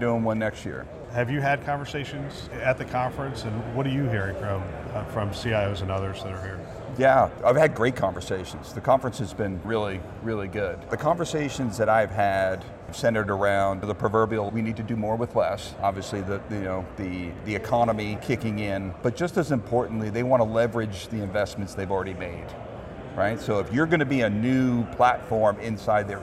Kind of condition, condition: setting, busy venue